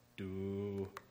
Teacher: Low level tone, do. Son in law.